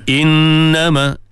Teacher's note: Inna wajib al-ghunnah, sempurnakan dengung dua harakah dia, pegang bagi cukup.